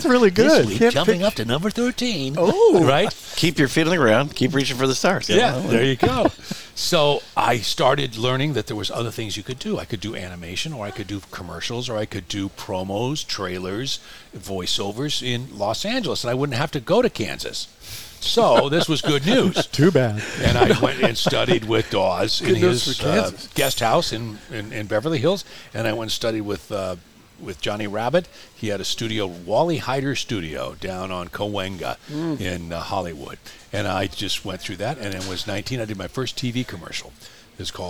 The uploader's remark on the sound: Another chapter from The Center of the Coachella Valley Universe - Skip Paige’s Little Bar in Palm Desert. Another chapter from The Center of the Coachella Valley Universe - Skip Paige’s Little Bar in Palm Desert.